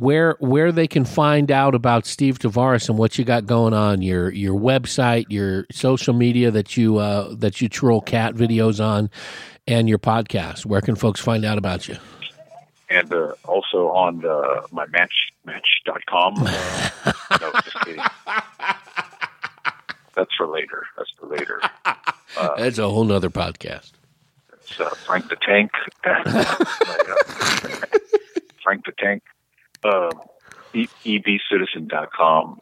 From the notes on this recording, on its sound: talks over the phone line